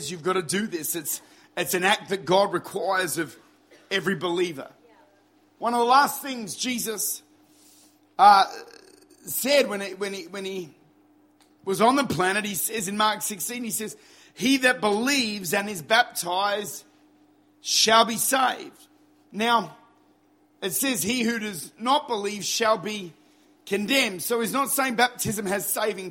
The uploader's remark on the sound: Recorded at Lifepoint Church, Adelaide. Recorded at one of our baptismal services at Lifepoint.